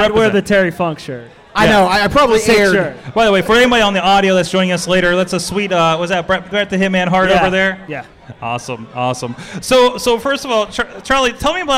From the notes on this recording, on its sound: We are LIVE at Pittsburgh Podcon celebrating International Podcast Day at Spirit Lounge in Pittsburgh, PA